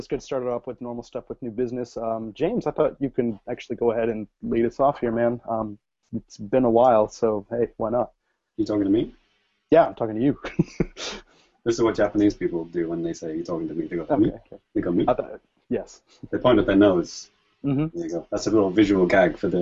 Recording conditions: video call